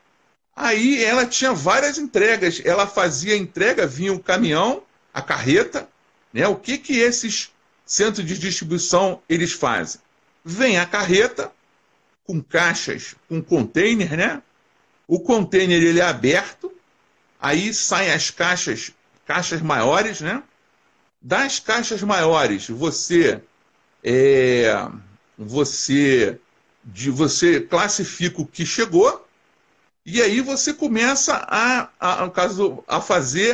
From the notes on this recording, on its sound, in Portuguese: Este episódio é de uma Live que fiz no Instagram